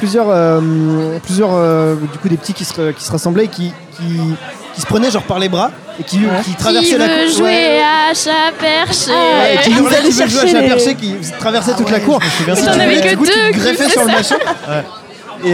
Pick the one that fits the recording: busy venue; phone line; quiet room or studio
busy venue